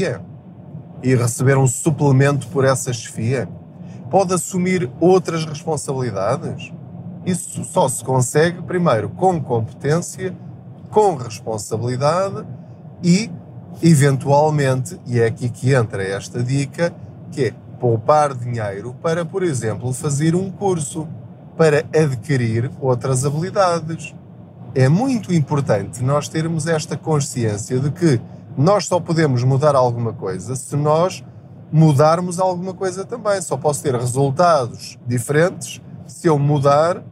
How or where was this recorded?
inside a vehicle